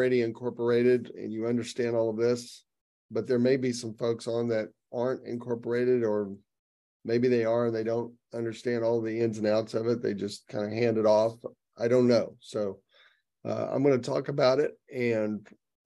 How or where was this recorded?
video call